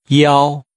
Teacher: Using a high-level tone, say lower back.